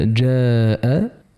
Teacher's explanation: أما إذا قلنا جاء فهنا الألف مرققة تبعا لحرف الجيم الذي هو حرف استفال، فلا يلزم من ذلك تفخيمها.